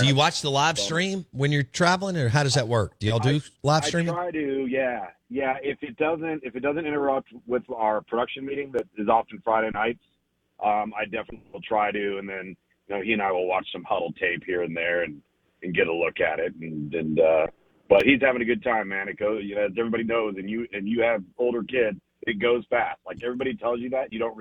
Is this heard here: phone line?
yes